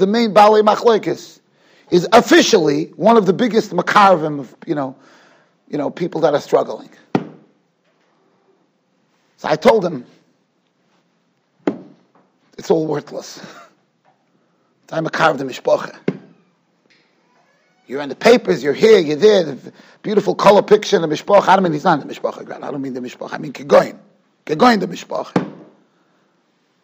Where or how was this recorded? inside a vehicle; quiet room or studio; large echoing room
large echoing room